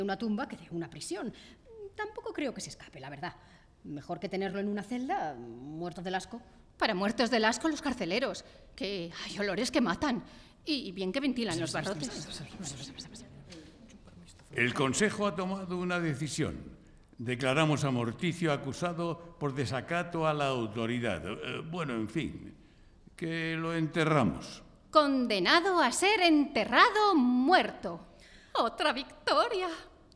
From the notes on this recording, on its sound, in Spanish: Grabado cara al público en la Biblioteca Eugenio Trías de Madrid.